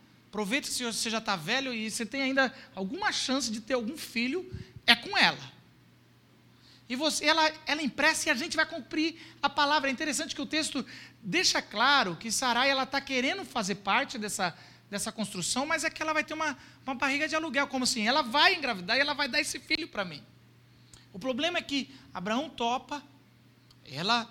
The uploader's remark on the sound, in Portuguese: Culto gravado em 14.